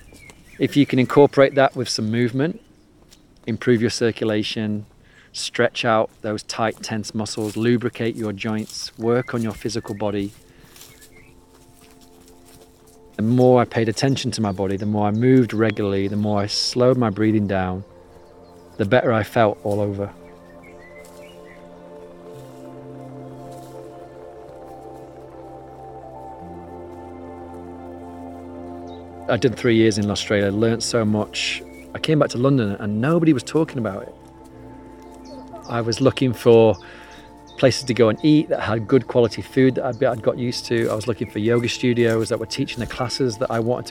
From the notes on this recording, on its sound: We walk in the woods